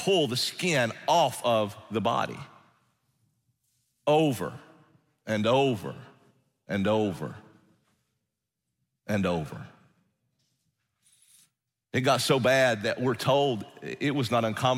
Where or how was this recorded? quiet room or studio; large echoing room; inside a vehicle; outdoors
large echoing room